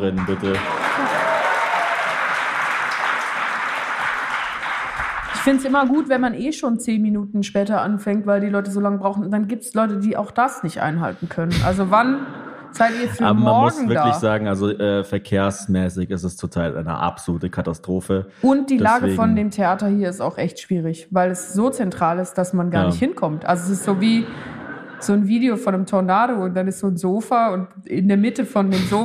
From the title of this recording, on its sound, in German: Ofenfrisch in Köln (Live)